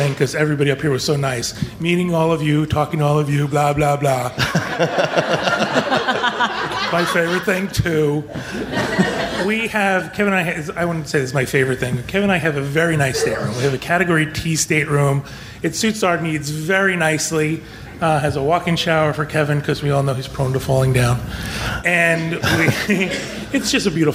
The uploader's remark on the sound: Podcast Cruise 5.0 Live Show. On board the Disney Magic at our live show recorded on Podcast Cruise 5.0.